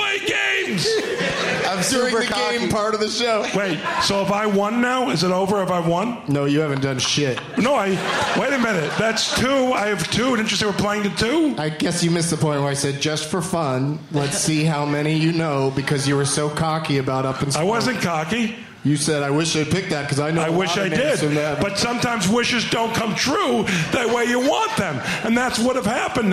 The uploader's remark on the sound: Live from the Traverse City Film Festival